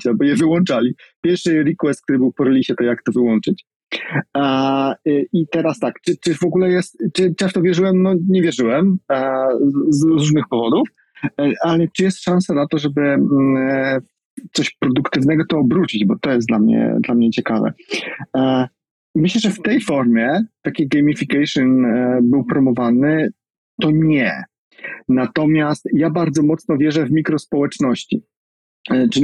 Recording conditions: video call